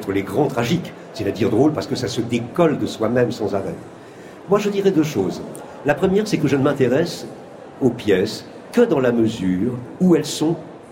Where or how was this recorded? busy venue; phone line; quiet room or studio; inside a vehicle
busy venue